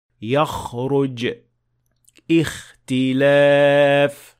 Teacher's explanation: the sound of kha should come from much deeper in the mouth, in fact from the nearest part of the throat